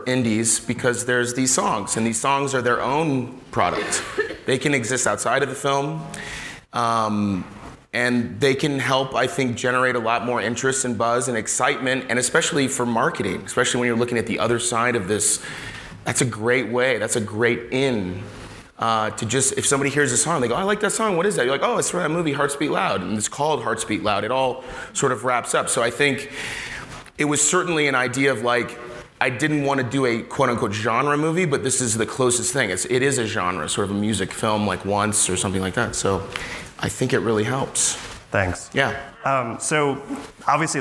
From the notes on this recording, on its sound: Panel (SFF 2018). Directors, producers, and legal experts "workshop" along with audience members.